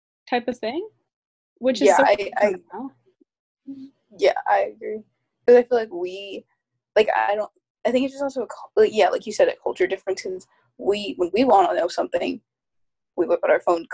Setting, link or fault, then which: link, video call